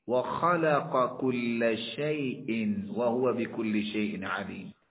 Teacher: قاف کا کاف میں ادغام ہوا کیونکہ شرطیں پوری ہیں، قاف اور کاف متقاربین ہیں، دو کلموں میں ہیں، اور پہلا حرف نہ منون نہ مشدد نہ مجزوم نہ تاء خطاب.